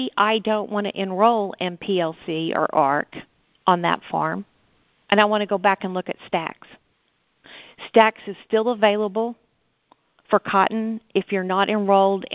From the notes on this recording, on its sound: March 2020 Conference Call On Texas Crop Insurance.